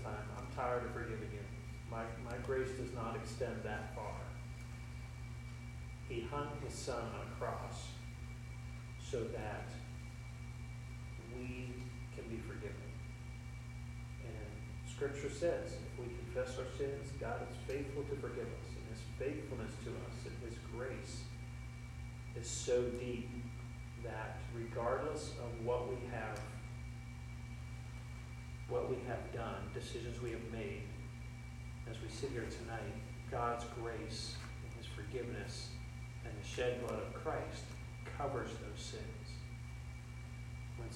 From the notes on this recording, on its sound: Our apologies for the audio quality--we know it is not excellent